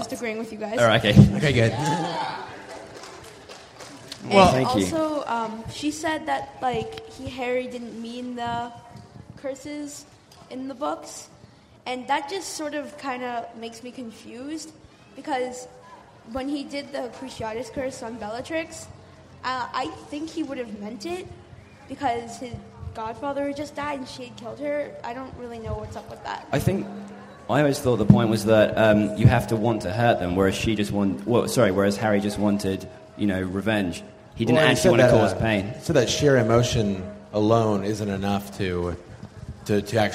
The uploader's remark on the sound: MuggleCast is LIVE from Pittsburgh, Pennsylvania this week